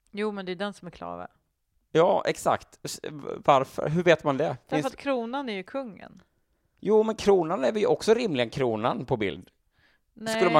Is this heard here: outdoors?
no